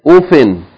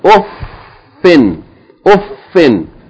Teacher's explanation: Hold the fa because it's shadda, so it has to be doubled · Shown in: second take